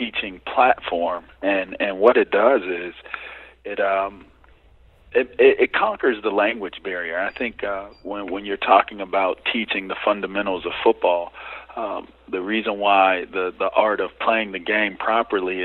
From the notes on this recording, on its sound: calls in with a truly unique interview